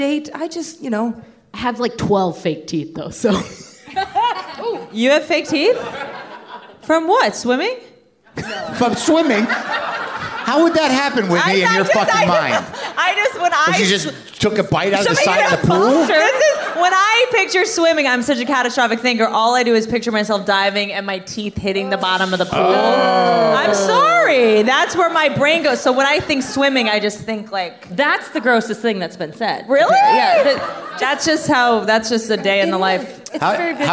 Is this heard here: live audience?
yes